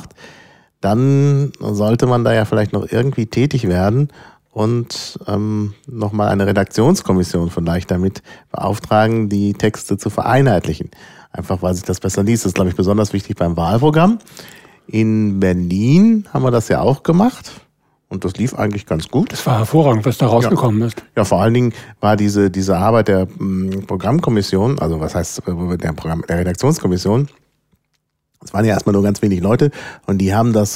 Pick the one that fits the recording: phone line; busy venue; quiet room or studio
quiet room or studio